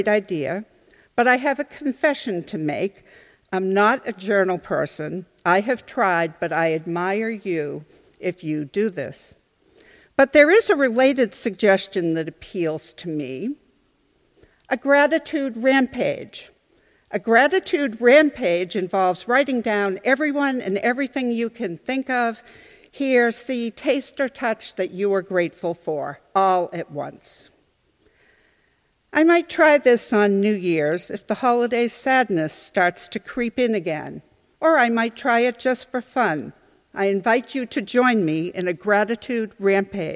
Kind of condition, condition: setting, large echoing room